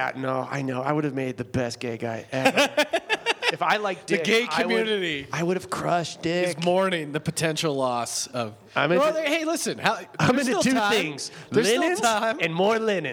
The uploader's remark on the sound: Another Life Podcast Live From The Big Pine Comedy Festival. Live from The Big Pine Comedy Festival in Flagstaff, AZ.